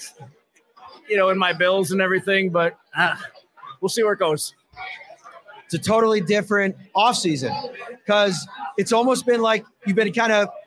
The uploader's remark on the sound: Live show from Wingnutz. Live from Wingnutz at 700 Military Rd.